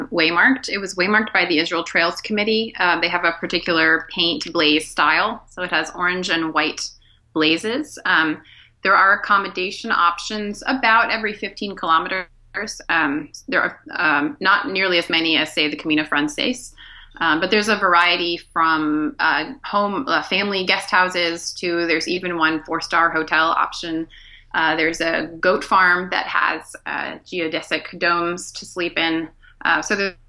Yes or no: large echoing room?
no